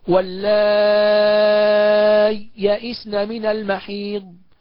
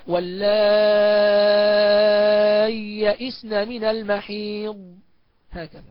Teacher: إما إن أنا أظهر هذه الياء في الياء التي بعدها مع السكتة خفيفة جدا أو أضغمهم. فالإظهار مع السكتة هكذا أقول واللائي يئسن من المحيض، والإضغام إضغام محض الياء في الياء واللائي يئسن من المحيض هكذا.